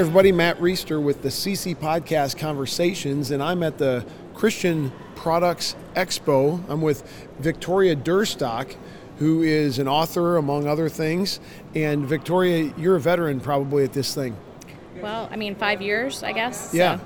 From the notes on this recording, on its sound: LIVE from CPE 2022!